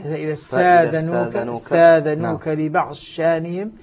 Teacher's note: كذلك الضاد، الضاد تدغم في الشين في موضع واحد لا غير، وهو في قوله تعالى فإذا استأذنوك لبعض شأنهم، تصبح فإذا استأذنوك لبعض شأنهم، فهنا تدغم الضاد في الشين وتصبح شينا مشددة